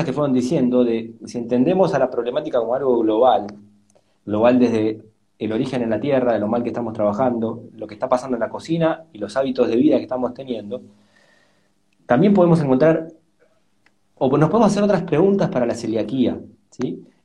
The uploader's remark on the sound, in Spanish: Audio de la charla en vivo por Instagram